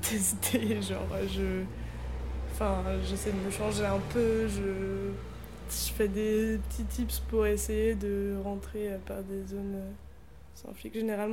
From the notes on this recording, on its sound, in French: déso pour les bruits